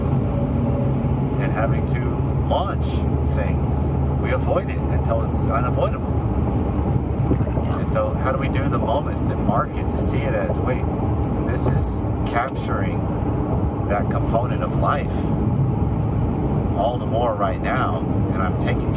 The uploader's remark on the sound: while we were driving back